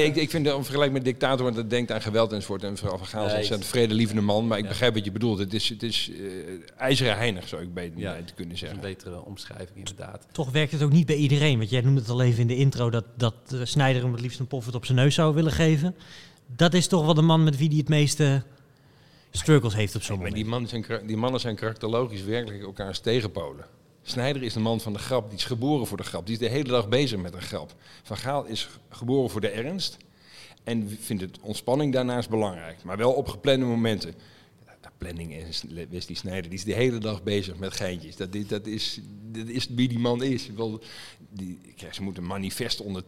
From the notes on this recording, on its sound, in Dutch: Dat alles doen we live vanuit Bibliotheek Neude in hartje Utrecht.